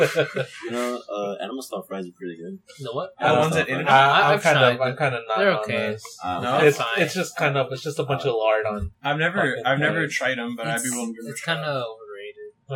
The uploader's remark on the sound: We're back with more audio issues.